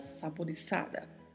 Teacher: com a letra Z tendo o som de S